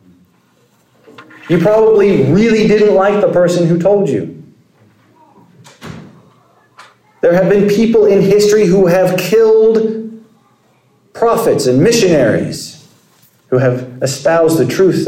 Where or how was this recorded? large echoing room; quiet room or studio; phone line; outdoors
large echoing room